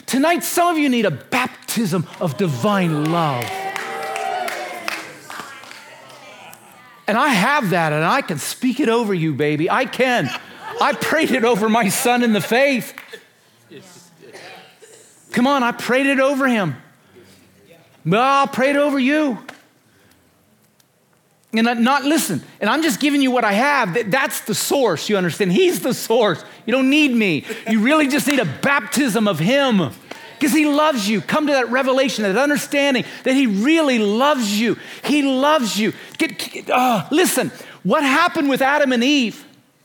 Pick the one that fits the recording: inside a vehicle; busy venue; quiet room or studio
busy venue